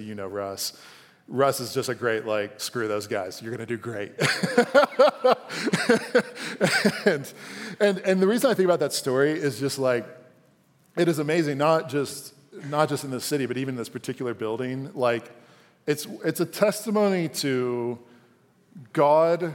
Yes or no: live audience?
yes